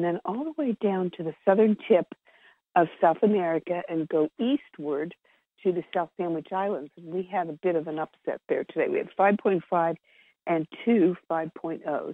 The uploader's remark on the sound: Conference Call LIVE